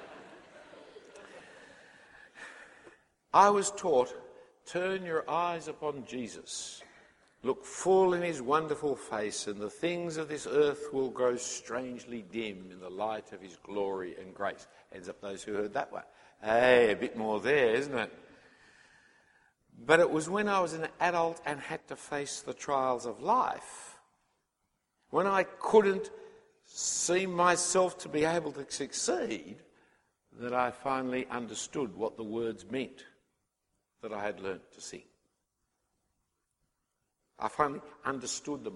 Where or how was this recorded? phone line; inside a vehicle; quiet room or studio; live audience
live audience